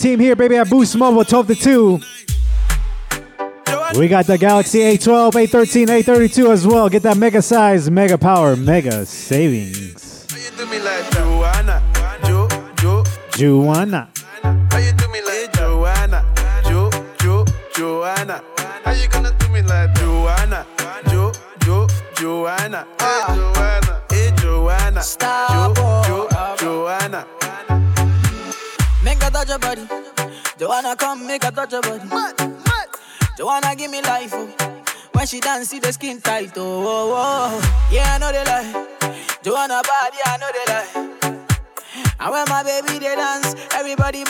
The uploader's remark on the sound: HOT 97 STREET TEAM LIVE AT BOOST MOBILE IN BROOKLYN, NY.